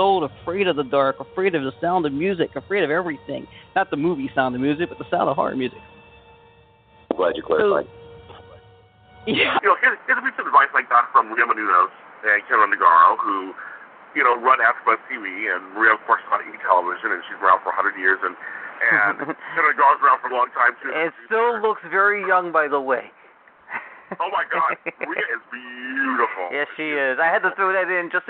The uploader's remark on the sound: goes live with open phone lines